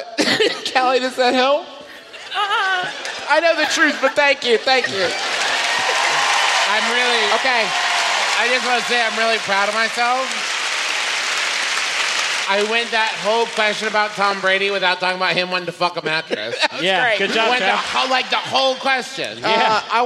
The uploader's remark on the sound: our live show in gorgeous Columbus, Ohio from our most recent tour